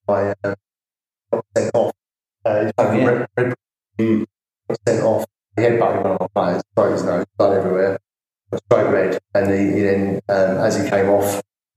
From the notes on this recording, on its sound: We also had sound issues for the first episode which have since been resolved in other recordings.